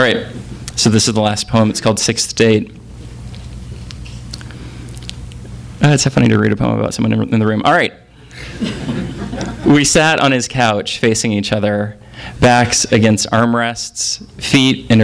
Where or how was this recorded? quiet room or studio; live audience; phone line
live audience